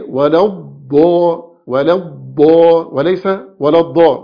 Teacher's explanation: الضاد ده في صفة اسمها صفة الاستطالة، يعني بتمسك الضاد شوية